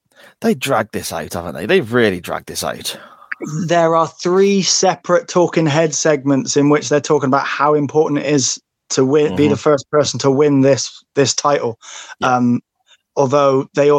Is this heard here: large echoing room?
no